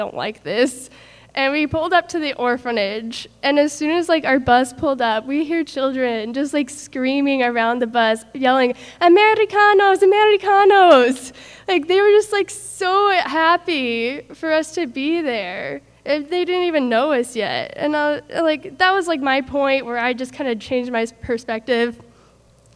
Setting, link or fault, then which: setting, large echoing room